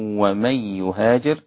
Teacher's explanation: إسقاط الغنة لخلف عن حمزة